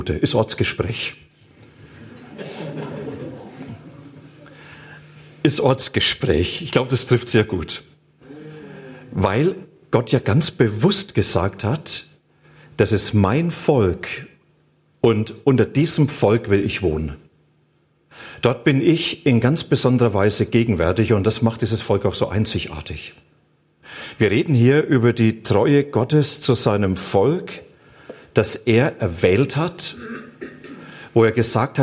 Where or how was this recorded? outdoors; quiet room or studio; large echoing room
large echoing room